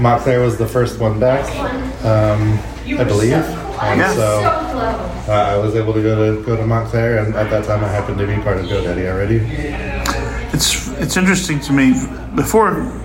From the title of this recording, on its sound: WordCamp Birmingham Hallway Chats